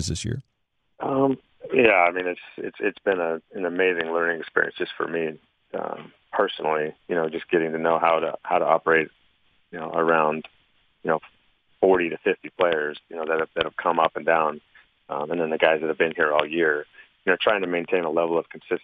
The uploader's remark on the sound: Called in to the Ben and Skin show.